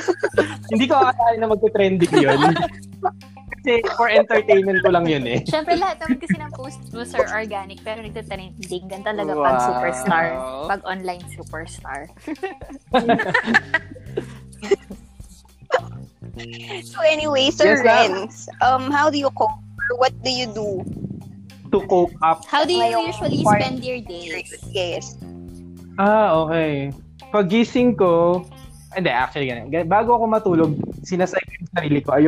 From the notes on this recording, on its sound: we've encountered some technical difficulty